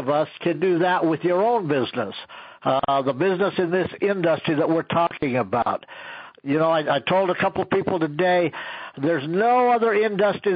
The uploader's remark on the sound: an archive of weekly conference calls